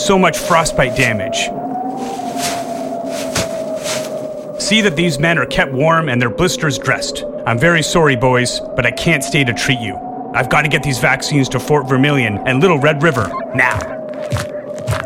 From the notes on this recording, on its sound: Recorded at Jessie’s Jazz Cafe, Toronto